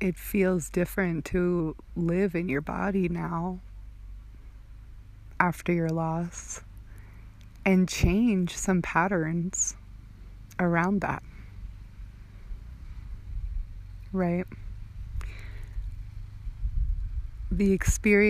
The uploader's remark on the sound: This episode was recorded outside while I was on retreat-excuse/enjoy the organic background sounds :)